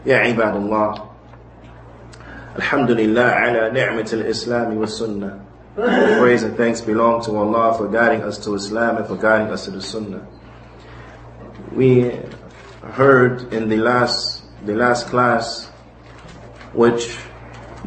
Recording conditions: large echoing room